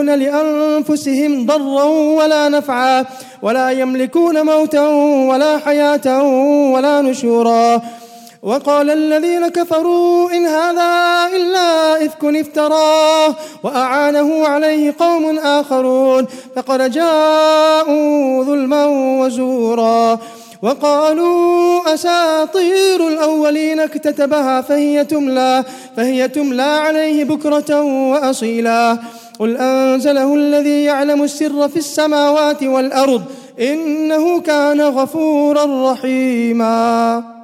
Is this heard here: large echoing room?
yes